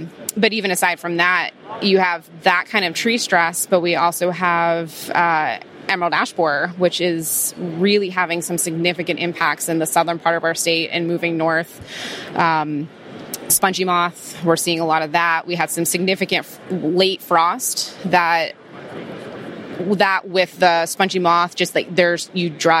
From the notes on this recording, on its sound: we are back at the Trees & Utilities 2023 Conference